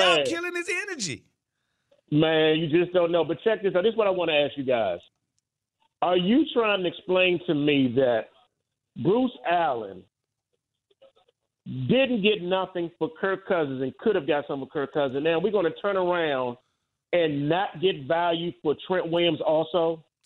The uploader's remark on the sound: Also, fans call in to discuss as well.